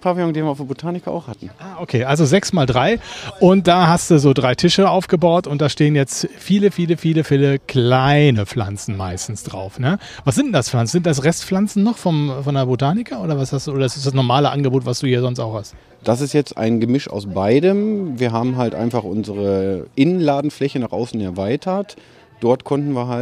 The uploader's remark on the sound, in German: in seinem Hofladen getroffen und diese Podcast-Folge aufgenommen